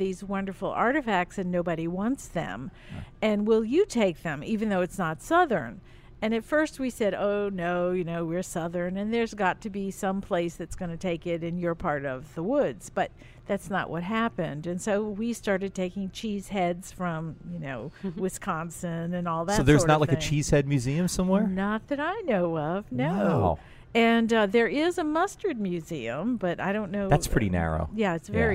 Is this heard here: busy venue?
yes